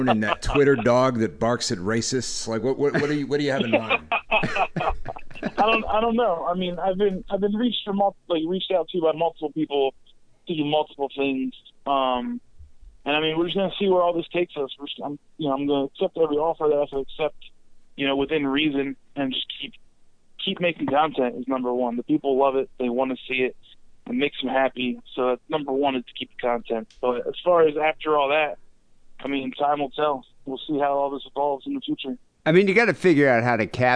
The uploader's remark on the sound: Phone calls.